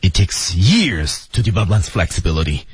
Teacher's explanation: 由于他强调他说的是真理，所以他用的是降调